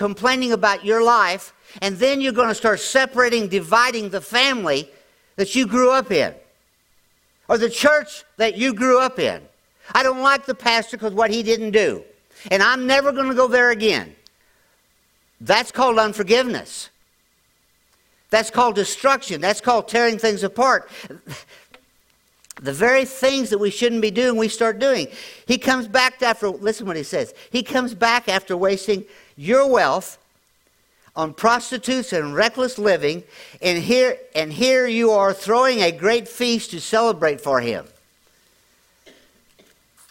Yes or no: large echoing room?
yes